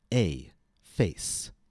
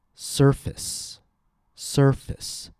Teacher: But if I take the same letter A, in fact, if I take the same spelling pattern, F-A-C-E, and I put it in the word surface, S-U-R-F-A-C-E, that letter A will change vowel quality. It changes from A to U.